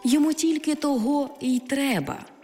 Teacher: у непрямих відмінках ці займенники зберігають свій наголос на другому складі, якщо їх вживають без прийменника